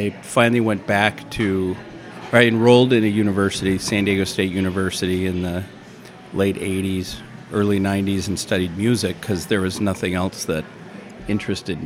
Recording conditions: busy venue